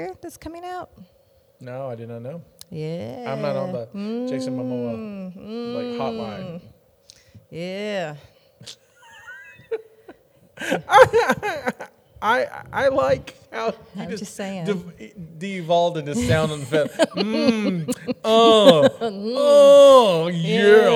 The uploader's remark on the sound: live from the Container Yard